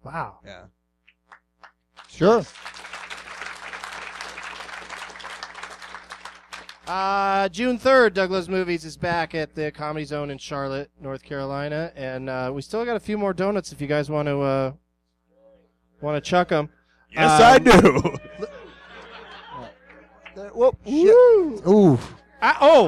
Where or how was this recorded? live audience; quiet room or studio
live audience